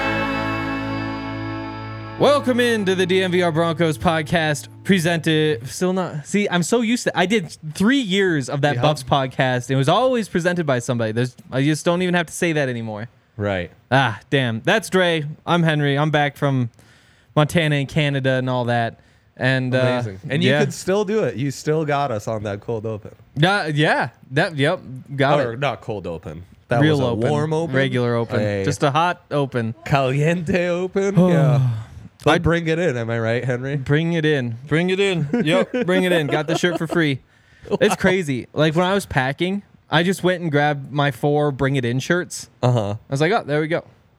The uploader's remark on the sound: coming to you LIVE from the DNVR Bar